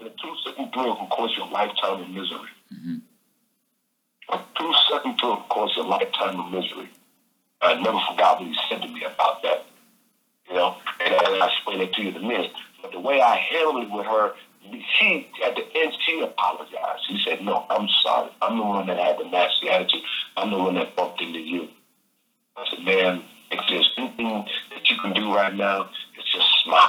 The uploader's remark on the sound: phone interview